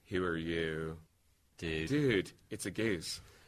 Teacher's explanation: Southern California is replete with examples of ooh fronting.